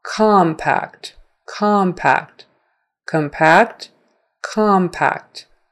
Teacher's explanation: Anytime COM is the stressed syllable, then it becomes ah